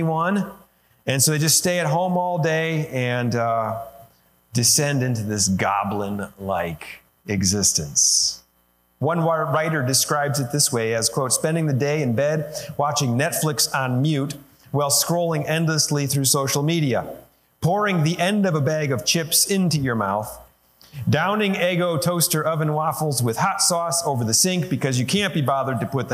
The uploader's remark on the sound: Sermon recorded live at Holland FMC, located in Holland, Ohio, USA.